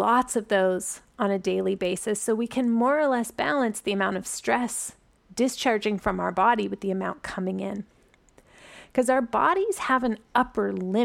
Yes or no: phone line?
no